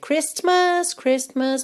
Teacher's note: é o fato de que nós não pronunciamos o T na palavra Christmas